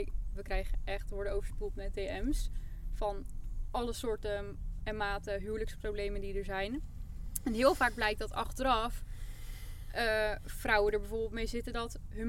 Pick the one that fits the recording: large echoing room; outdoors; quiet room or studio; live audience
outdoors